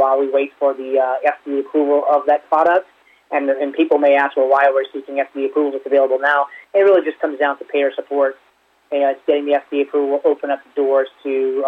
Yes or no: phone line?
yes